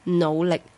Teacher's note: 應該咧係用少少鼻音努力先至係啱嘅